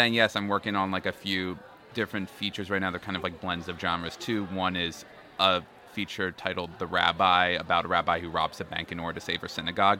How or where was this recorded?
busy venue